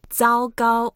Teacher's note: So 糟糕 both are first tone, so you make it flat. And you can make it as long as you want or as short as you wish.